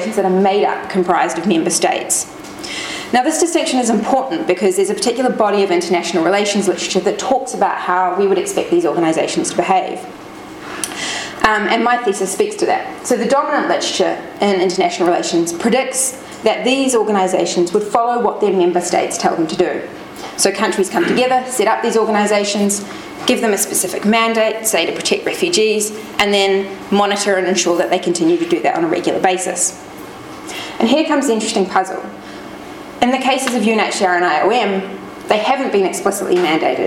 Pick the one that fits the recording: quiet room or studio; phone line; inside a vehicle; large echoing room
large echoing room